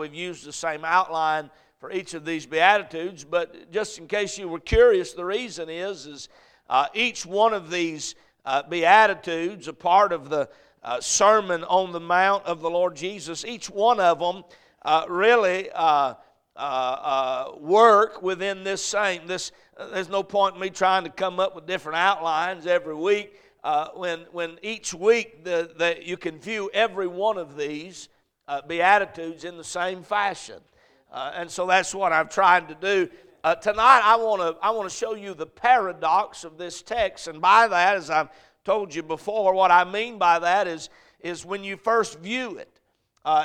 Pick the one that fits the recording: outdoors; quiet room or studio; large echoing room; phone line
large echoing room